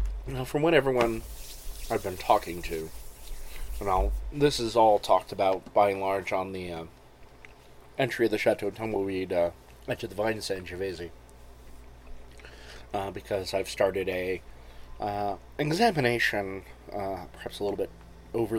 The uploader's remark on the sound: sit outside on a starry night